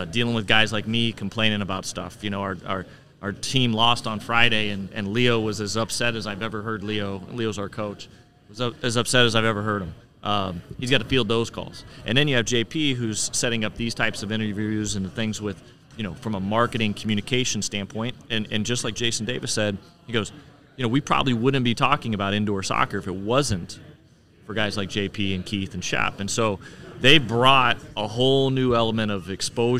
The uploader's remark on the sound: We're recording from the United Soccer Coaches Convention in downtown KC this week, and there's a certain buzz about arena soccer around here.